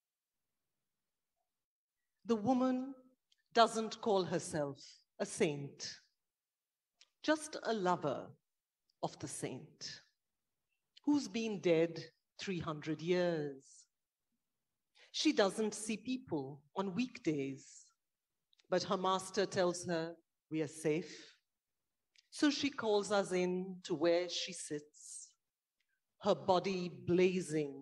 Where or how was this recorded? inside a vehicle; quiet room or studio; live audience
live audience